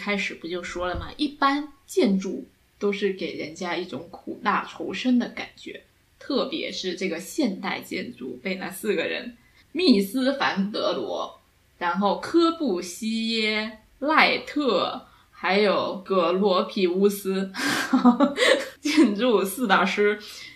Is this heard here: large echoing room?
no